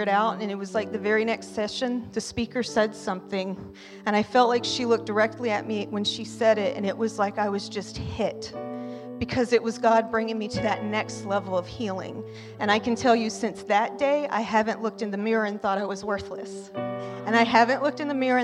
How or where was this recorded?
large echoing room